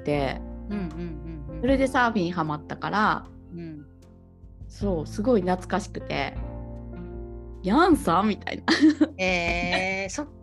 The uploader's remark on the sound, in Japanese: 初ゲストを北海道と宮崎から迎えて。リモート収録でお届けします。